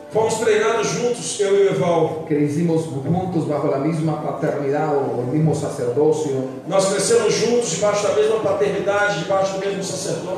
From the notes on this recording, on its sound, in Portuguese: I Congresso Profético Internacional (4º dia). Ao Vivo na Casa de Louvor.